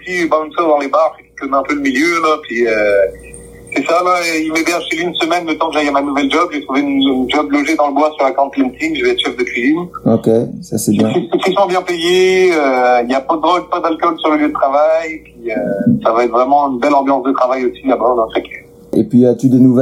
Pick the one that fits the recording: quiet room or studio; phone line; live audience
phone line